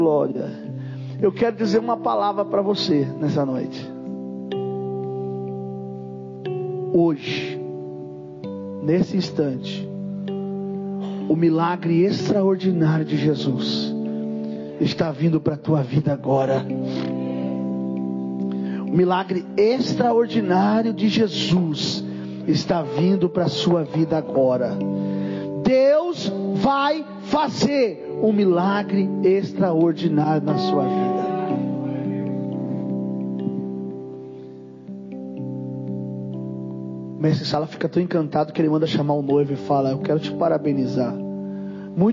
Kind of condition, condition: setting, large echoing room